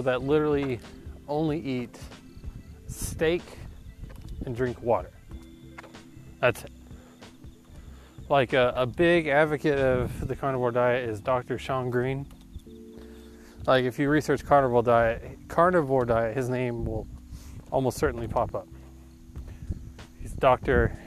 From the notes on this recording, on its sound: Sorry about the poor audio quality this episode, it was a little windy.